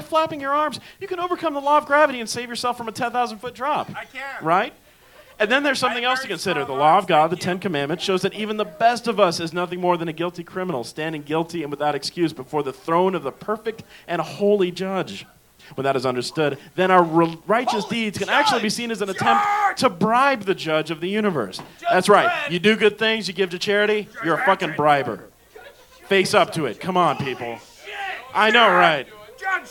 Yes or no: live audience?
yes